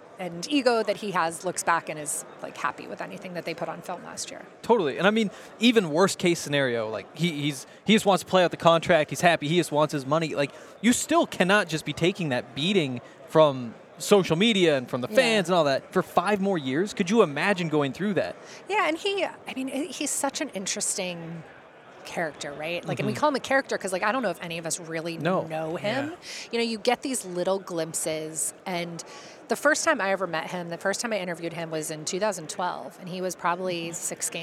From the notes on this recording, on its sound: live from Radio Row in Phoenix, the site of Super Bowl LLVII